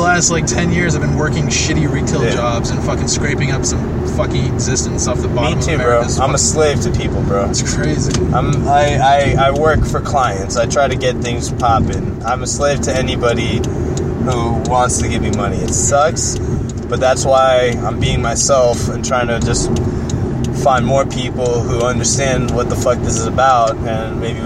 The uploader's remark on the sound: Record a series of Pshort Pshows while driving all over the city.